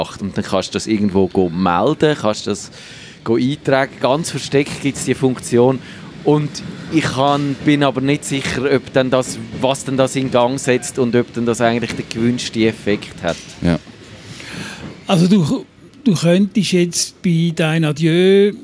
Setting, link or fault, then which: setting, busy venue